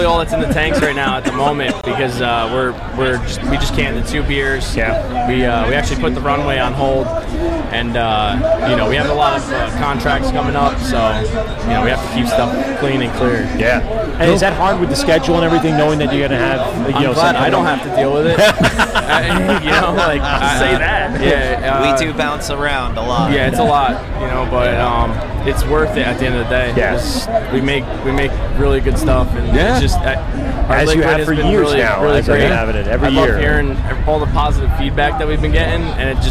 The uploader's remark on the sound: LIVE AC Beerfest. Music and liquid flowing all day.